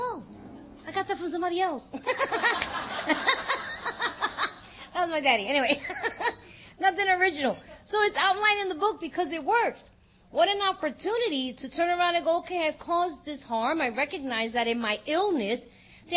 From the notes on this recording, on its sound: at the 2023 Fellowship of the Spirit Conference